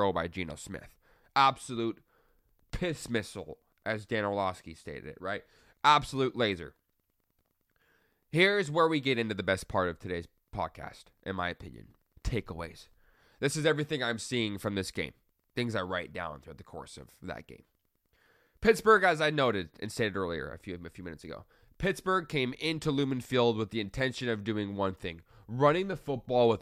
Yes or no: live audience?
no